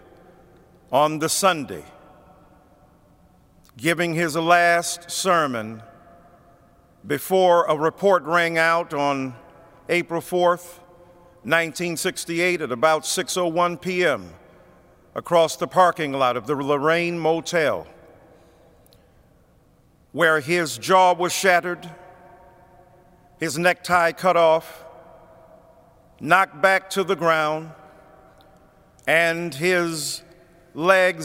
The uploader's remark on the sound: preached at Washington National Cathedral